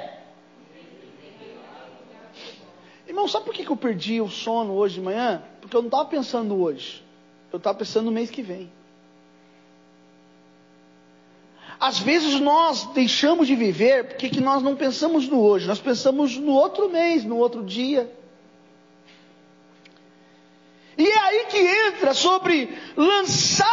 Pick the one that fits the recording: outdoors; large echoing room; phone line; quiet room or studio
large echoing room